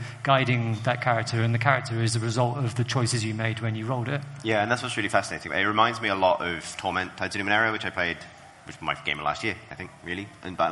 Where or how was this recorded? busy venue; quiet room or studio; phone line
busy venue